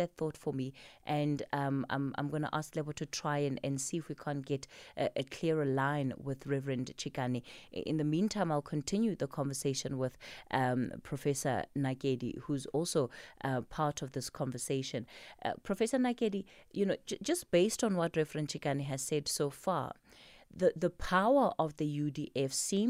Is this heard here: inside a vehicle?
no